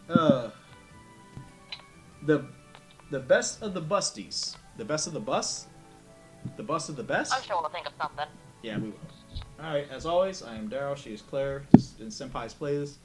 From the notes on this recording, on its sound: Despite some technical difficulties